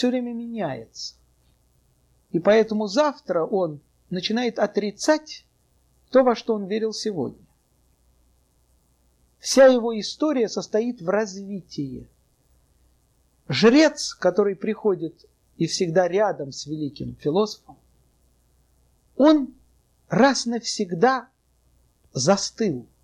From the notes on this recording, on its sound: Delivered at the University of Kansas on April 3, 1987.